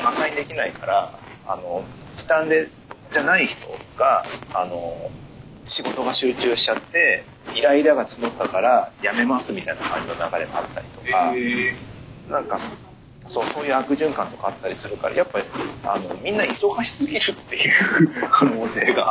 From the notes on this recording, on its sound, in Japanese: 今回収録の設定の不手際より聞き取りづらいところが多々ありますが、ご了承ください